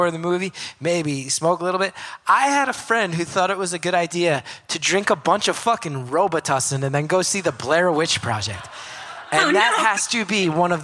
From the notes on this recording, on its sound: Live from Madison. That haunts Madison's Majestic Theater in front of the live audience.